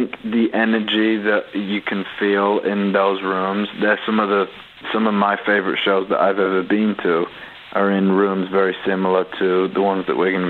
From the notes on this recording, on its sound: called in to chat with us